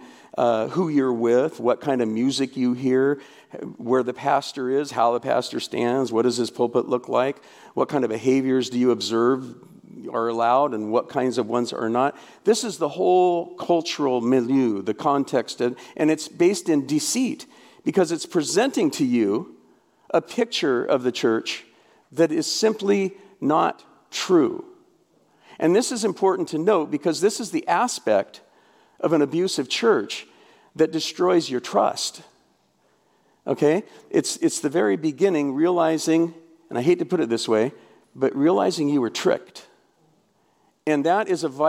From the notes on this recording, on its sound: The first of 11 talks from this year’s RESTORE Conference. This was an amazing gathering of survivors of church hurt and abuse as well as pastors and Christian leaders, wanting to better minister to the survivors.